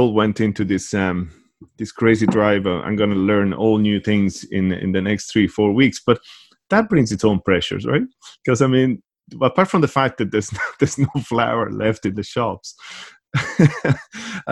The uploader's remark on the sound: Over Zoom. In Ireland, at the time of recording, we are at week three of this new reality.